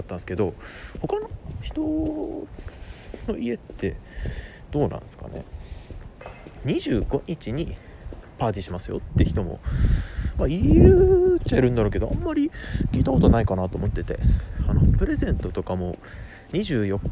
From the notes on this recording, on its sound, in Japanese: 歩きながら外で録っているので、雑音とか入っちゃってごめんなさいね。